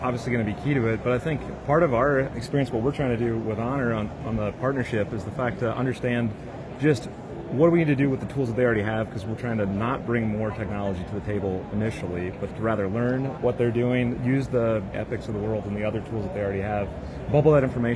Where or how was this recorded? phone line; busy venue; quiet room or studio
busy venue